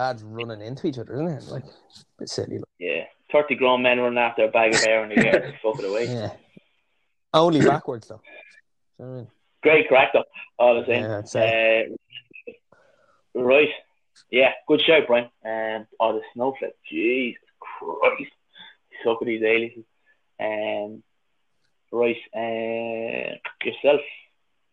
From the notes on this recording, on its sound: Apologies for some poor audio throughout owing to dropping signal during the call.